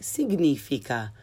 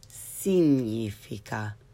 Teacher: In Italian, however, the GN instead is like the NY, ny combo in the English word canyon. You completely ignore the G, you pronounce the N, and follow it with the consonant Y sound, as in the word yes. · Shown in: second take